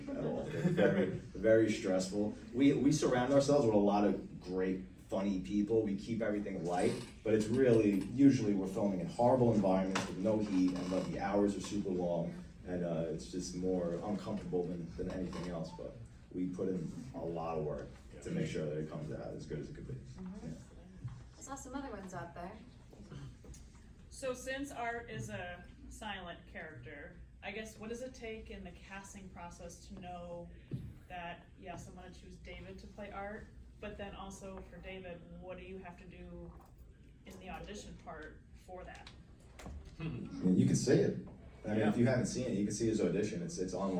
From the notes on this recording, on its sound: Recorded at Days of the Dead Chicago.